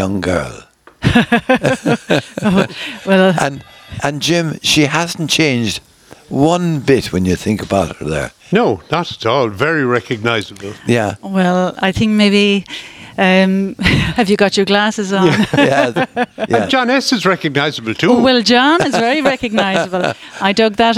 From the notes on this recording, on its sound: Broadcast live Bodyke Festival 2023.